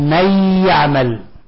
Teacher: لاحظوا هناك لا وجود للنون